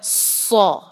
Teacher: صاد جو ہے بھاری لیٹر ہے اور ساتھ اس میں سیٹی کی آواز بھی ہوتی ہے